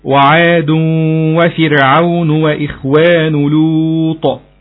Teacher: إدغام بغنة، تنوين بعدها حرف الواو من حروف يرملون حكمها إدغام بغنة